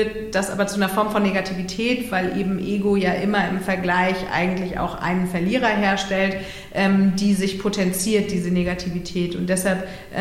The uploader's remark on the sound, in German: beim Live-Podcast im Rahmen des ROCK ’N RAISE-Festivals